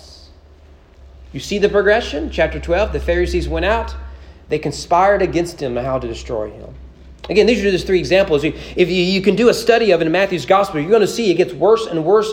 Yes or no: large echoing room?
yes